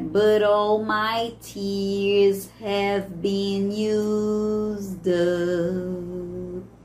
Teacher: O T mudou pro som de R.